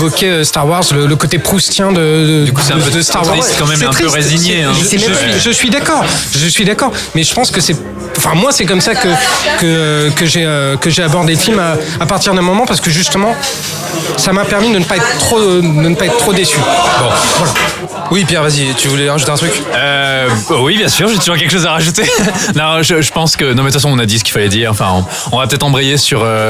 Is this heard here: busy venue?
yes